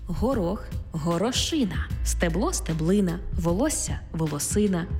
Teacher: В іменниках, які позначають одиницю з певної множини, падає наголос на «ина»